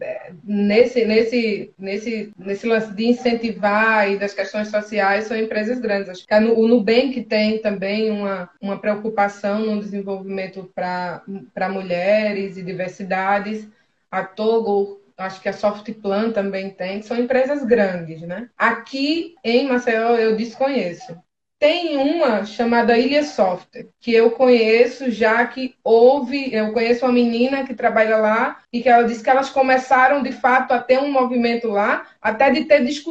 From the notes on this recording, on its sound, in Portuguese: conversas ao vivo (live) no Instagram